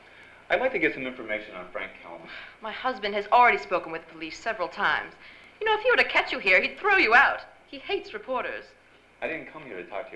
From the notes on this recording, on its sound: Performed before a live audience.